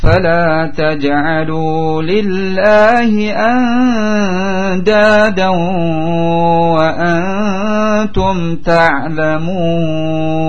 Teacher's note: nun sukun atau tanwin menghadapi dal. Maka dibaca ikhfa ditahan dua harakat